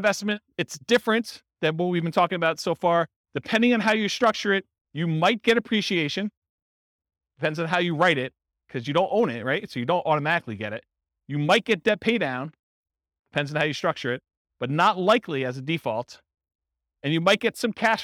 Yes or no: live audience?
yes